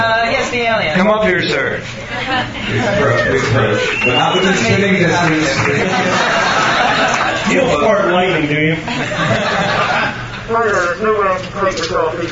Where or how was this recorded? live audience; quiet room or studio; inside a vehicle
live audience